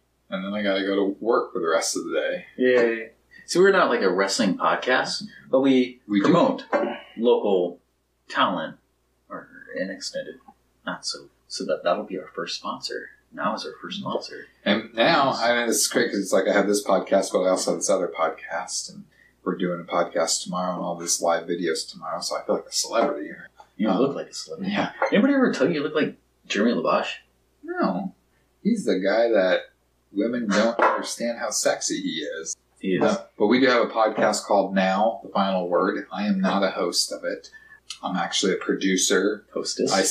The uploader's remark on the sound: The audio from this is taken from a camera mic from the a video podcast. It may sound a bit off.